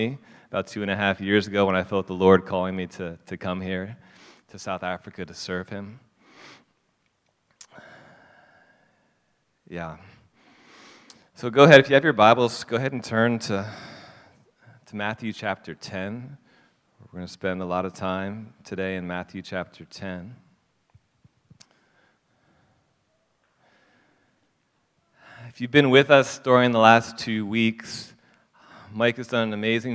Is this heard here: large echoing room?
yes